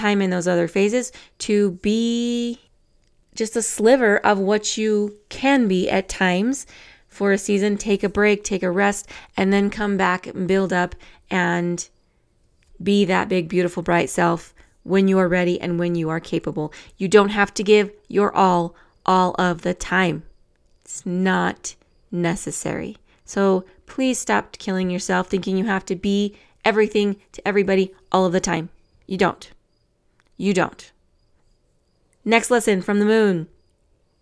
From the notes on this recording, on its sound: to the sound of crickets singing in the background